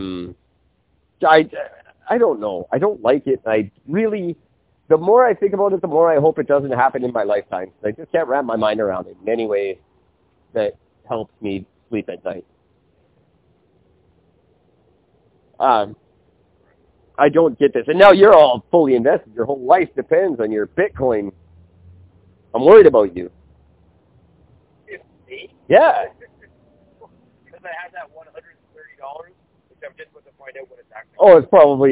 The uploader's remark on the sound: Plagued with audio problems like last year and horribly sleep deprived.